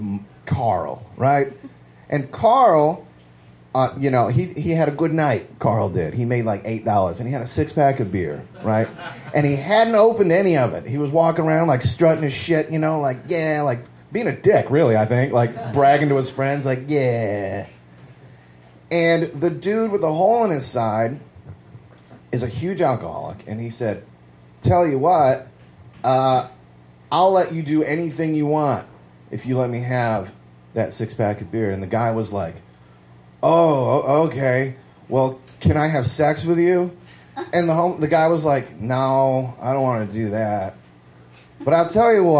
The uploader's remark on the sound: Live at Genuine Joe's